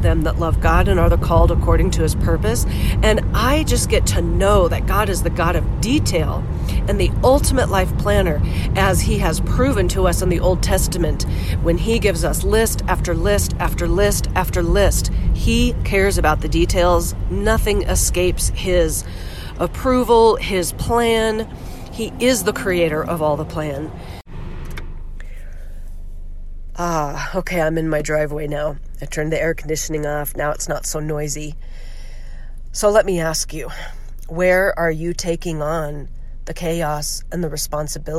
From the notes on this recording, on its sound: Your First Car-ride Episode, and Yes, I’m Still Sick. I couldn’t wait till I got home to push record on this episode, so I recorded it on my way home. I promise my voice won’t always sound this way!